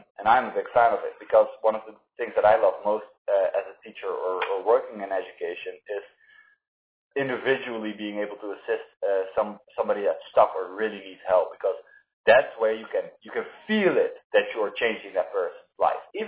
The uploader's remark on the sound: (audio issues). Despite our audio issues.